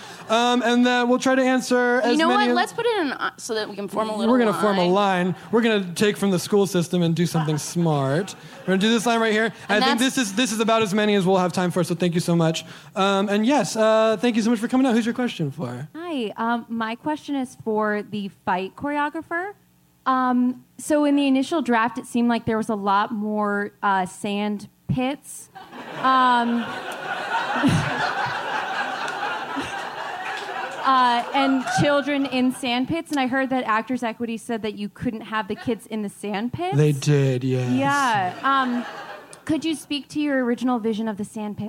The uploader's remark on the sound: LIVE from Chicago PodFest